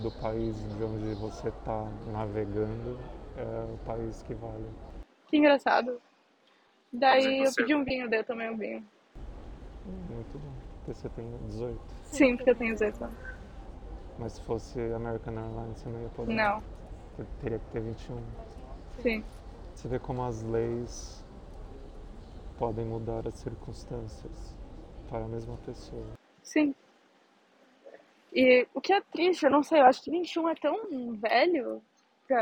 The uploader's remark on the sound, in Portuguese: AO VIVO DO AEROPORTO DE VIRACOPOS!!!